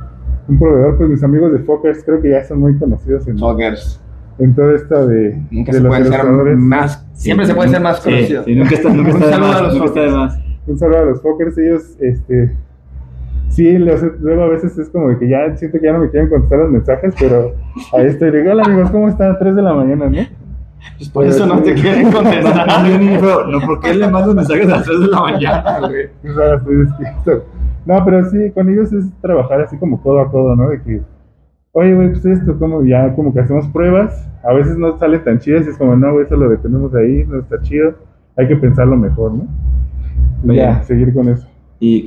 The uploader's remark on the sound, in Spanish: en el Festival Rayón 2023 desde House of Vans CDMX